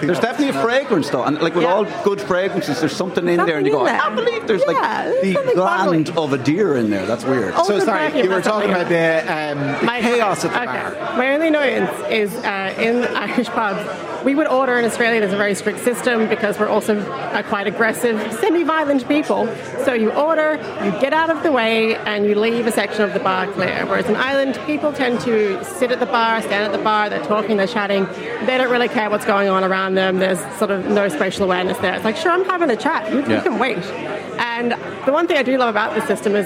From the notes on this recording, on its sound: The Hard Shoulder is LIVE from The Palace Bar on Fleet Street in Dublin.